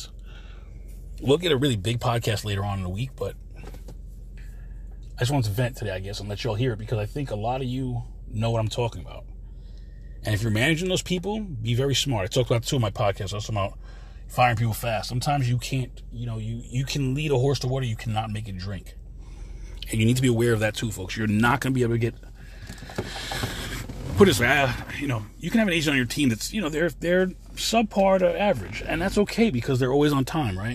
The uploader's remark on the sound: this quick CarCast